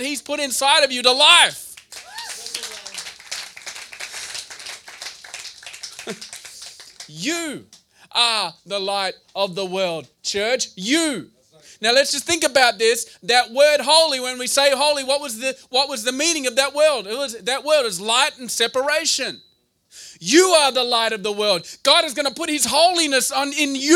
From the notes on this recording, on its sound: to a combined meeting of C3 Mumbai and Gateway Church Mumbai at the Canvas Laugh Club in Lower Parel.